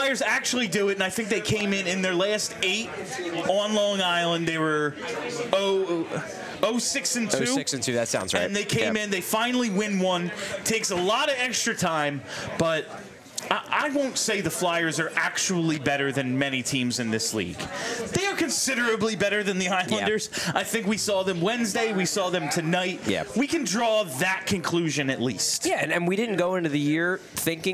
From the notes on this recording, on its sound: Live from New Wave Cafe in Philly!